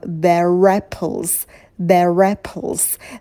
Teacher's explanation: На apples, на звуке «п» будет придыхание.